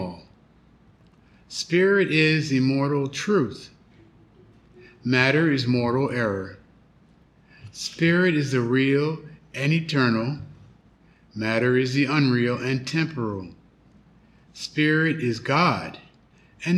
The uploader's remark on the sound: The Sunday service audio from July 23rd, 2023